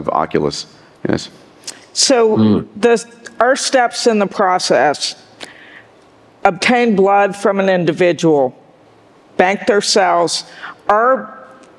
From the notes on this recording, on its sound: In this Q&A session during this year’s Abundance360 summit